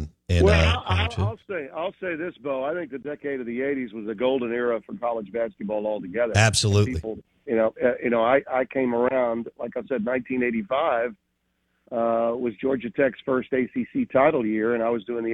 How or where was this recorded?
phone line